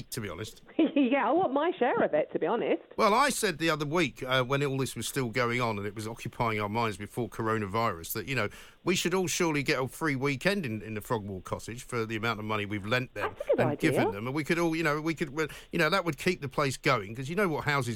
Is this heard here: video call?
no